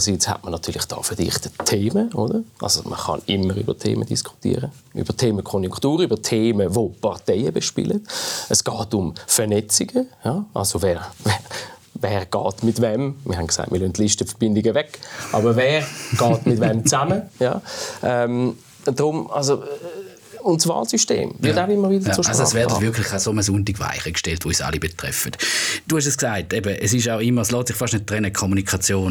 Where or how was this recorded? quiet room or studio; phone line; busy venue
quiet room or studio